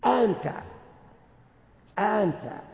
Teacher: الأولى انطقها آ، والثانية انطقها قريبة من الألف وليست ألف، تقول أنت، لا، هي فيها همز لكن خفيف. أنت، أنت، هي همزة لكنها قريبة من الألف، بين الألف وبين الهمزة · Term: التسهيل